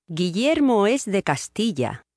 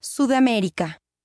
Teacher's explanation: in some regions of Spain, ella is pronounced like the le sound in million, except that it is one single sound · Shown in: first take